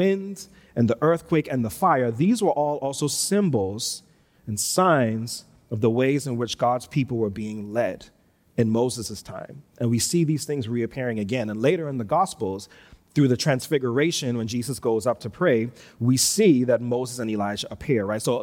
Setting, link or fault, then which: setting, large echoing room